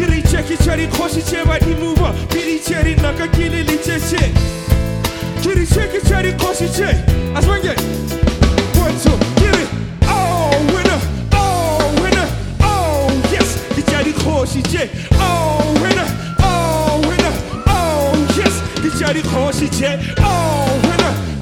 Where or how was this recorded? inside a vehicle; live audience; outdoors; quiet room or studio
live audience